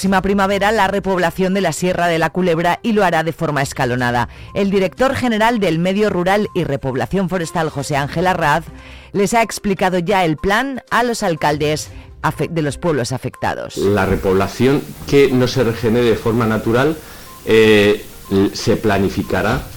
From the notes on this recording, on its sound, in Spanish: Hoy nos visita en el estudio el músico zamorano. Hablamos por teléfono.